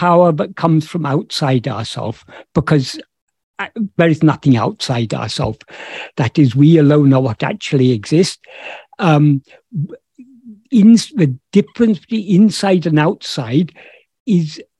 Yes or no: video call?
yes